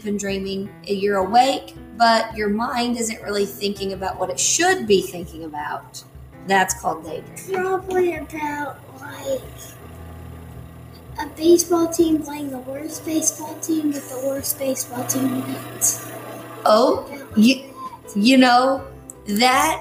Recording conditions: background noise